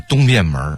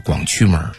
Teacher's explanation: 另外一个特点就是儿化音，儿化音非常的重啊